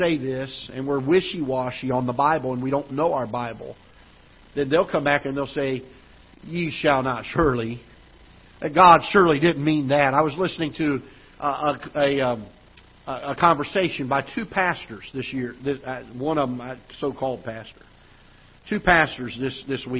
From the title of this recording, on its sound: Ketha Heights Baptist Church ~ Live Broadcast